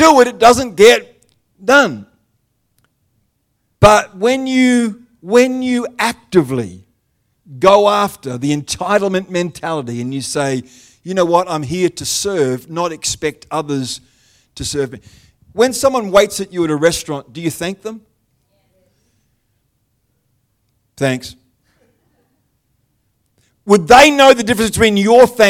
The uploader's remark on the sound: The live stream of Destiny Church Atherton.